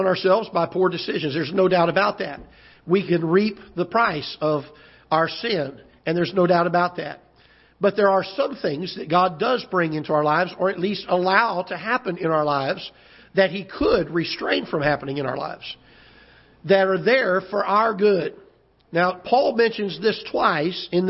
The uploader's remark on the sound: Ketha Heights Baptist Church ~ Live Broadcast